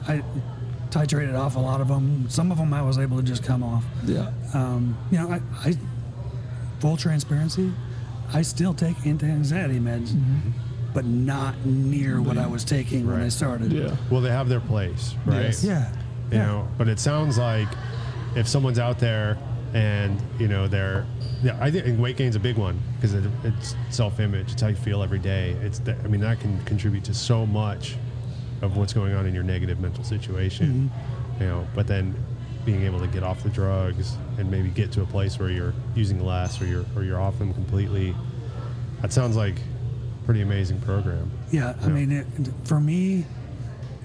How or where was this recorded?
busy venue